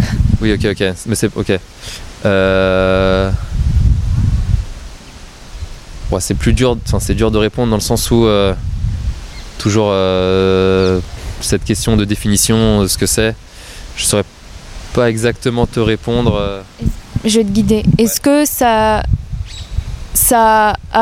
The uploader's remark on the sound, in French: On a enregistré au milieu d'un parc entouré de chiens.